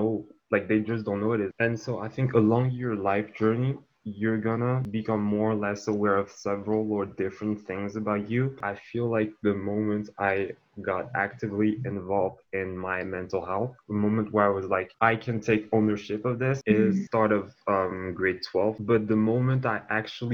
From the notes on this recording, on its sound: This episode was recorded over zoom. Please bear with us for the sound quality of this one!